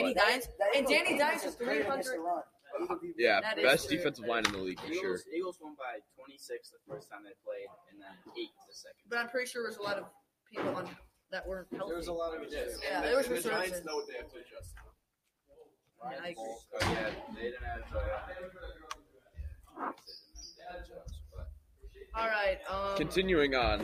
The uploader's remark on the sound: also includes some background noise